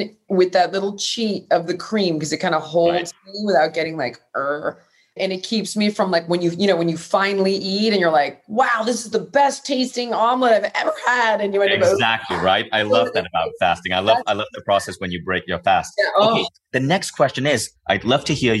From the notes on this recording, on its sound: In this live call.